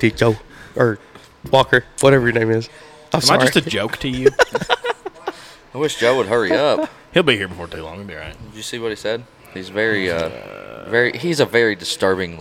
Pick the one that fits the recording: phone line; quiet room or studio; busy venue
busy venue